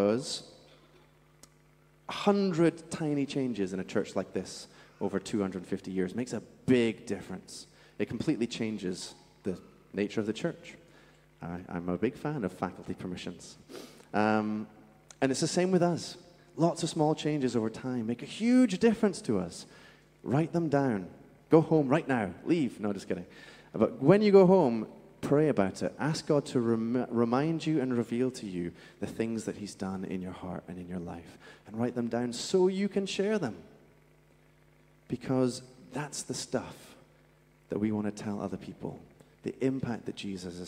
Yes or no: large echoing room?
yes